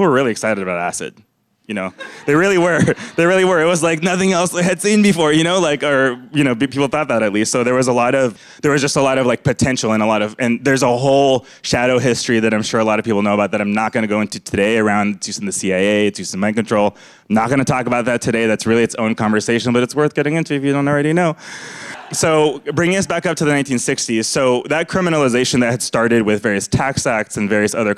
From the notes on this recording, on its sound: Conversations at The Interval. These hour long talks are recorded live at The Interval, our bar, cafe, & museum in San Francisco.